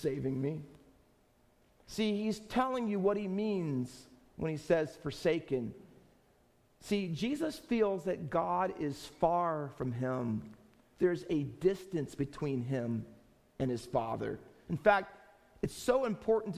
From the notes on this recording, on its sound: Faith Baptist Church in Hamilton, NJ.